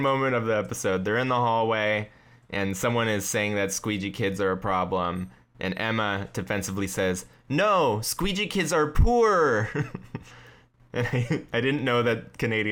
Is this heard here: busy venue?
no